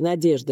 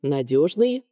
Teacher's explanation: ЖД – это старославянский рефлекс, взаимодействие Д с йотом, а Ж – это русский рефлекс. И вот поскольку изменение Д с йотом происходило поздно, то и результаты оказывались различными.